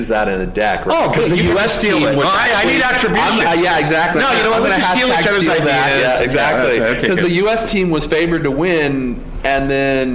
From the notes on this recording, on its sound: This conversation was recorded during the 2019 Lean Startup Conference in San Francisco